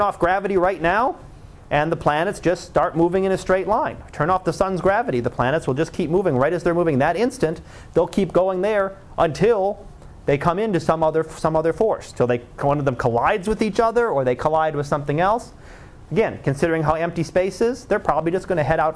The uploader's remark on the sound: Live Class Lecture.